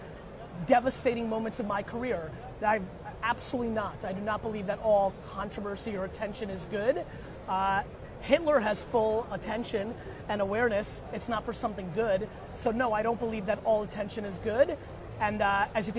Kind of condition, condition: setting, busy venue